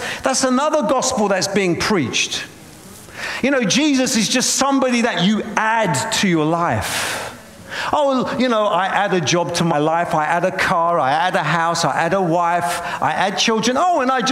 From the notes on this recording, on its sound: preaching at a Church in Boston.